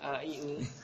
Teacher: Adapun hamzah makhrajnya dari aqsal halq. Tenggorokan paling yang pangkal tenggorokan.